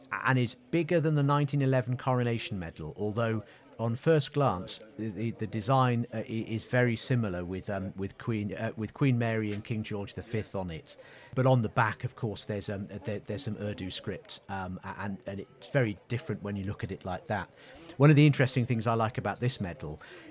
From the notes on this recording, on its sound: Join the podcast team on Castle Green in Hereford for an episode recorded at the Cadet Coronation Review for Herefordshire. Hear the sounds of a Hawker Hurricane from the Battle of Britain Memorial Flight and over two hundred sea, army and air cadets from across the county on parade.